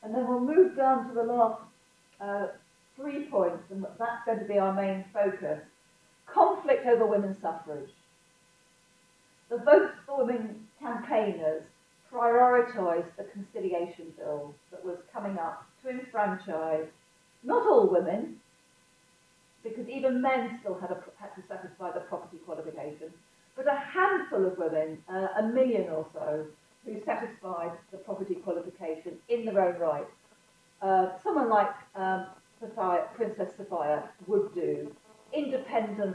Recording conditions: poor sound quality